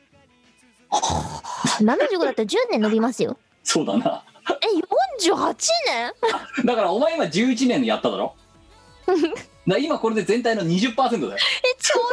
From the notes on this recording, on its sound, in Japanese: 本番組はリモート収録です。収録時環境の影響により、聴き取り辛い部分があります。